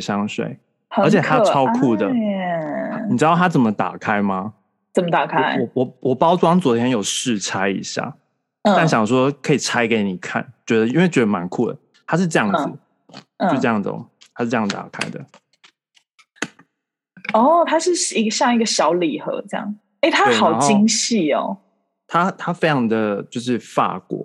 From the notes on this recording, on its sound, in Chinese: Zoom拉近你我之間的距離。第一次在Zoom上面錄Podcast，其實滿有趣的！不知道為什麼聲音聽起來不一樣，特別有磁性。